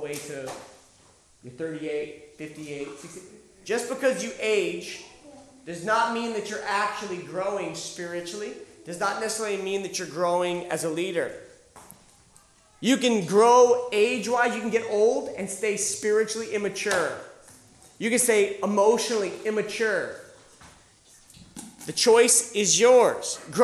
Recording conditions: live audience